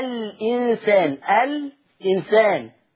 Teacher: لم ساكنة. عملنا إيه في الهمزة؟ شيلها، خد الحركة بتاعتها الكسر، انقلها على اللام. · Term: النقل